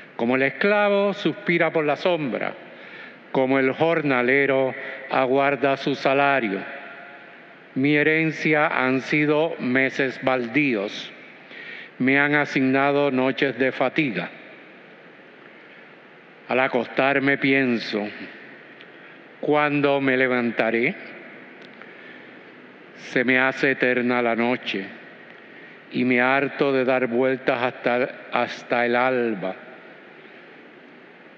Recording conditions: large echoing room